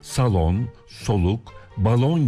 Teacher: Salon, soluk, balon gibi pek çok sözcükte kelime ortasındaki L harfleri kalın söyleniyor.